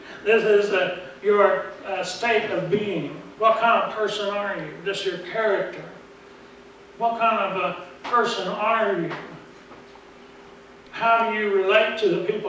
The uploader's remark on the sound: Preached at Briensburg UMC on November 3, 2019